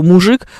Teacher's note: вы не сможете произнести слово мужик так, чтобы ж была мягкая